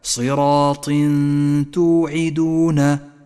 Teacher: نخفي التنوين بالتاء مع بقاء غنة للتنوين زمنها حركتان · Term: الإخفاء